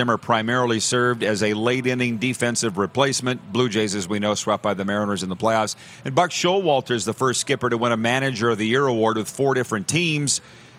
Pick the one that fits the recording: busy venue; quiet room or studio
busy venue